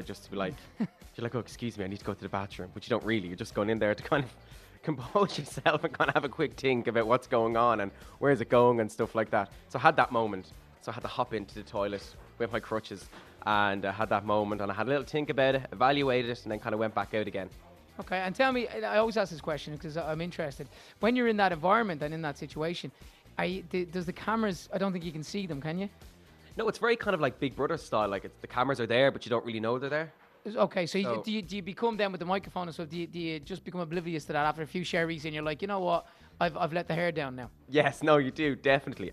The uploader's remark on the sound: live in McDonalds